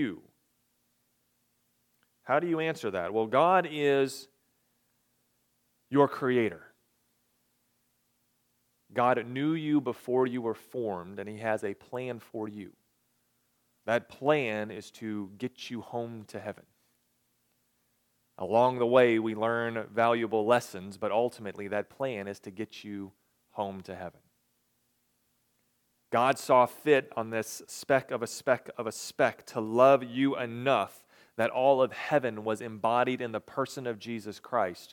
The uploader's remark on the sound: recorded on July 23, 2022, at the Ringgold Seventh-day Adventist Church.